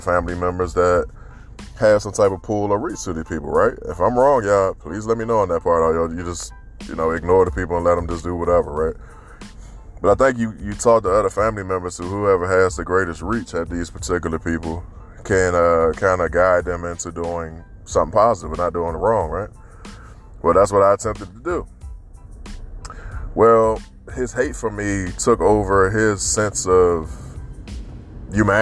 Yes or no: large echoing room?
no